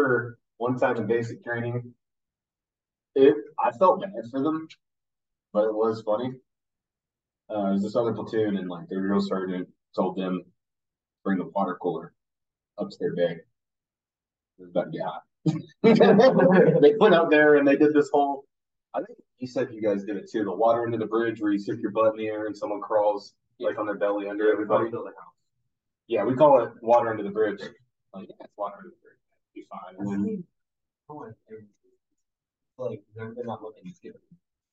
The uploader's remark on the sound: He's a marine, and in town visiting, so we did a podcast together for fun. I do apologize for the audio, we had a technical issue.